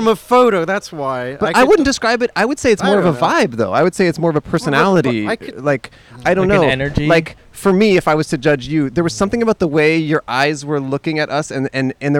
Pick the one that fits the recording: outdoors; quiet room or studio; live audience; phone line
outdoors